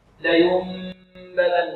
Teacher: والثالث الإقلاب، أي الثالث من أحكام النون الساكنة والتنوين الإقلاب عند الباء، أي عندما تأتي النون ساكنة قبل الباء تنقلب ميما. والثالث الإقلاب عند الباء ميما فقط بغنة، فقط مع الإخفاء.